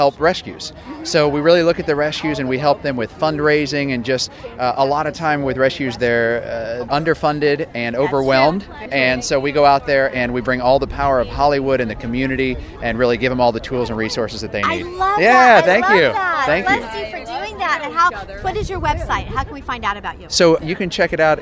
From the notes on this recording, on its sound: We are LIVE on the Red Carpet!